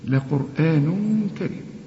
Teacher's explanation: التنوين اللي بعده كاف، الكاف من حروف الإخفاء، إخفي هنا